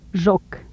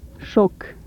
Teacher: Palato-alveolar fricatives, voiced and voiceless